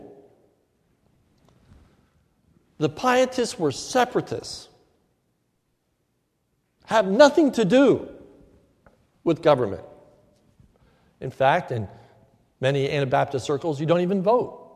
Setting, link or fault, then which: setting, large echoing room